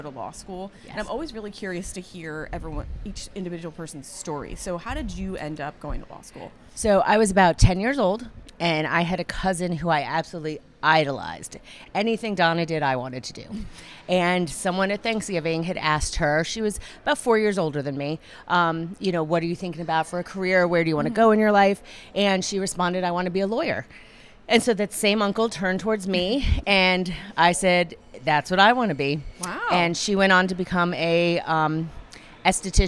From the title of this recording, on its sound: Live from ClaimsXChange